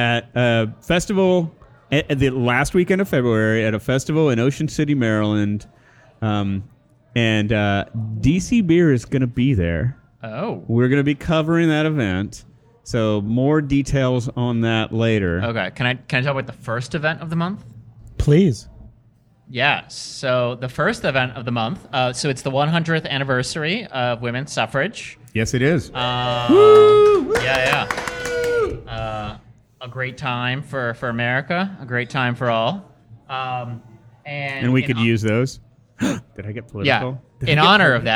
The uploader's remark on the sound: Live From Silver Branch Brewing. Visited Silver Branch Brewing Company for a live DC Beer Show recording.